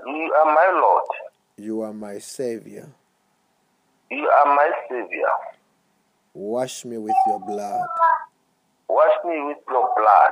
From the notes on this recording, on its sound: Deliverance in Botswana over the phone.